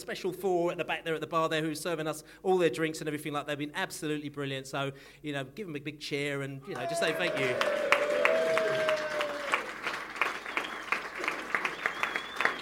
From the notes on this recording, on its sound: The Beesotted Bees-Up in Fullers Brewery. There were all sorts of tales told on the night.